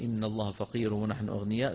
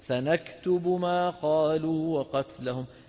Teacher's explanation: نخفض صوتنا، إن الله فقير ونحن أغنياء، ثم نرفع صوتنا